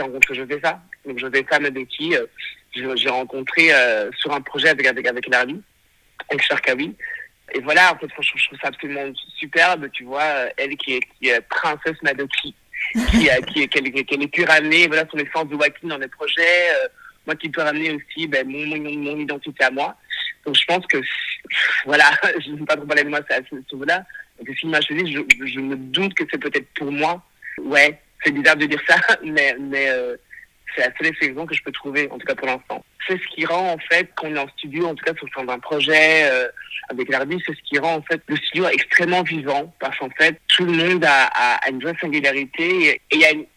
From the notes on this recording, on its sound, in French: Cet épisode a été enregistré par téléphone.